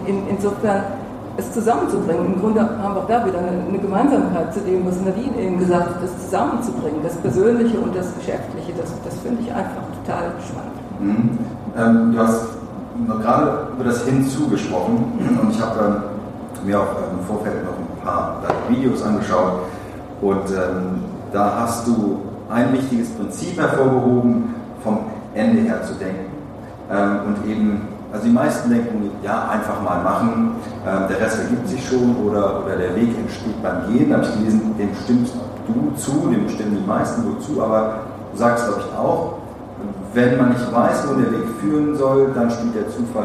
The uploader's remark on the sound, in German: Da es sich um einen Live Mitschnitt handelt, kann es vorkommen, dass der Ton an der ein oder anderen Stelle ein wenig schlechter als gewohnt ist